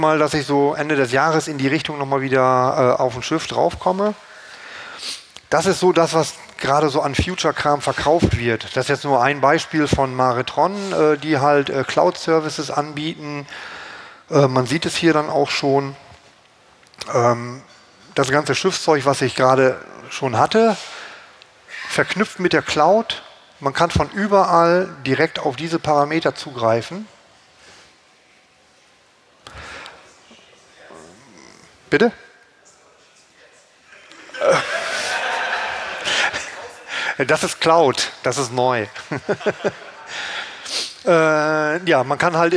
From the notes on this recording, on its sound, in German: (mrmcd18). Musikalische Begelitung - durch das Applaus des Publikums.